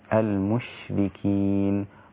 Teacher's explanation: لكن كلمة المشركين لا نحرك الشين حتى لا تظهر فيها شبه قلقلة، هي فيها صفة التفشي وهي ساكنة. المشركين، ليست المش، لا المشركين، والميم قبلها رقيقة والراء بعدها أيضا رقيقة، الكلمة كلها رقيقة.